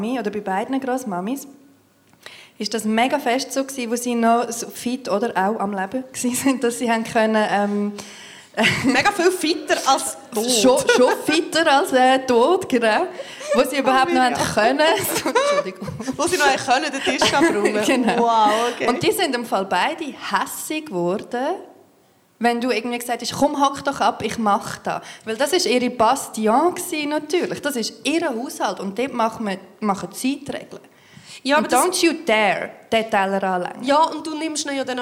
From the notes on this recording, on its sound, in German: Re-Live aus dem Royal Baden. Live vor Publikum.